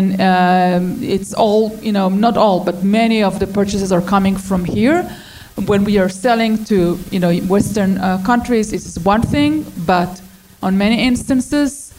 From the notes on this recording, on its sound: Paralyzed Nation LIVE. You'll hear how our live audience voted during the event.